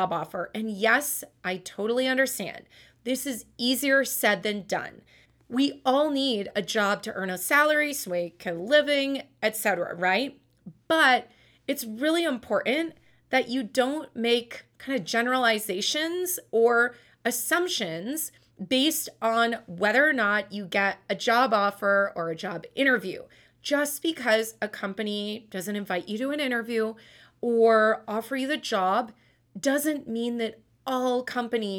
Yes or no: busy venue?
no